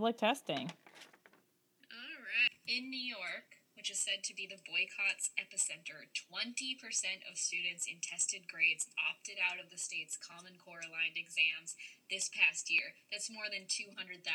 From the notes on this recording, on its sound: We figured out how to podcast from two locations (yay!). We made a rookie mistake and the sound quality is lacking.